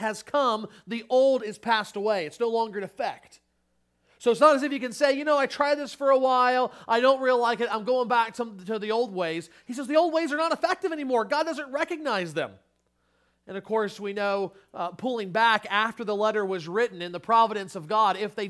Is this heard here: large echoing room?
yes